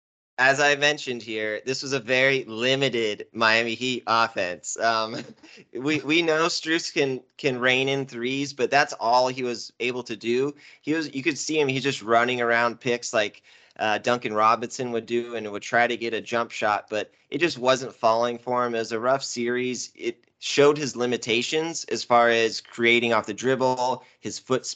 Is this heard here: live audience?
no